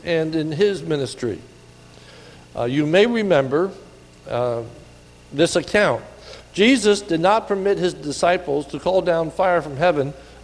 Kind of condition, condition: setting, large echoing room